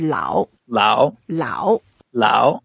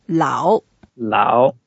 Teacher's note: it's the third tone, so we go down first and go up.